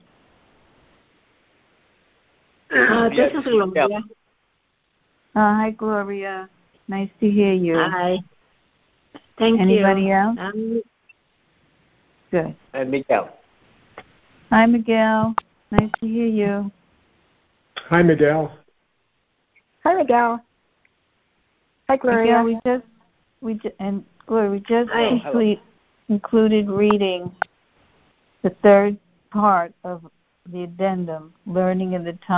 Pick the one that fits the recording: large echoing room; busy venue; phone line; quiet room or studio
phone line